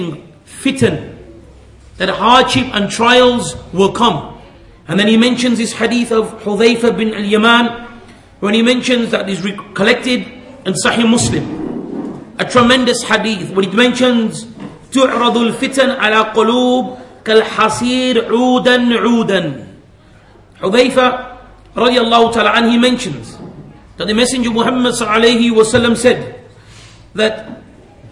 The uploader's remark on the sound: at the Leeds, The Correct Path conference